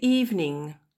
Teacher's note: Le E, le deuxième E dans evening ne se prononce pas